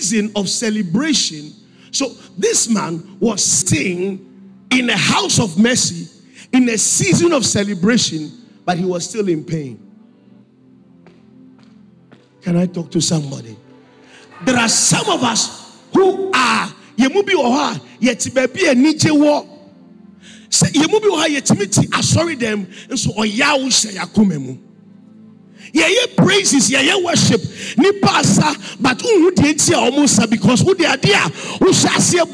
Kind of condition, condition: setting, large echoing room